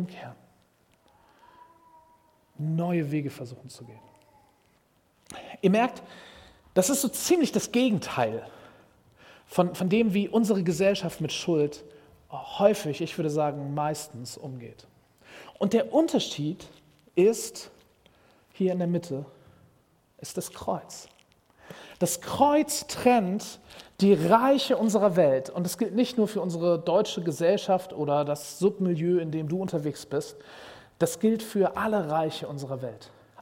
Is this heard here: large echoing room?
yes